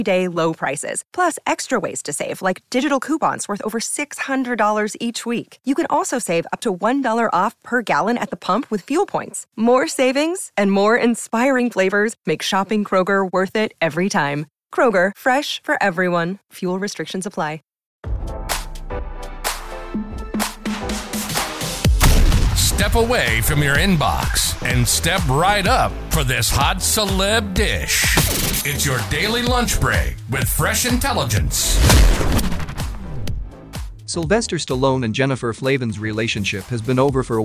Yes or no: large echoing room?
no